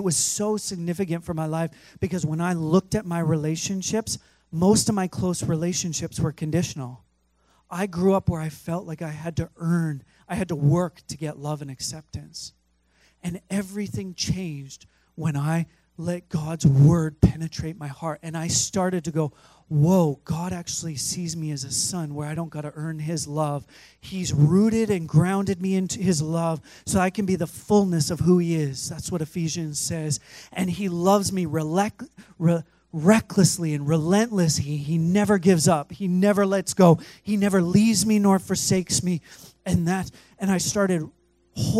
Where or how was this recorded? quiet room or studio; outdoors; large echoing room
large echoing room